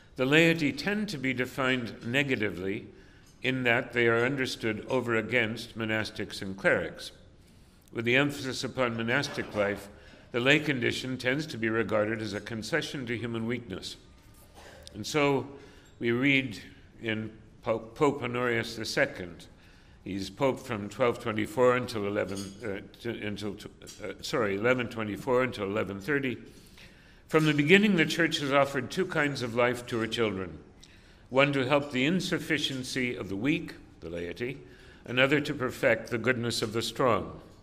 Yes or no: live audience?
yes